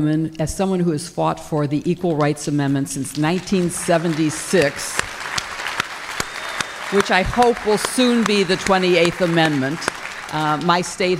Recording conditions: live audience